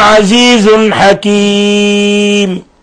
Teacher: تنوين ضم جاء بعد حرف الحاء الحكم التجويدي إظهار حلقي لأن الحاء من حروف الحلق